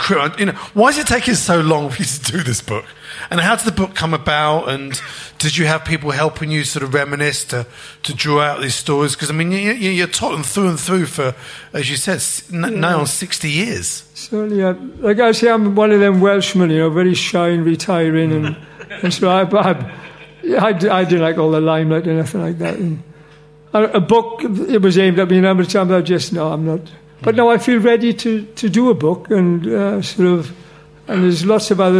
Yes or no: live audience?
yes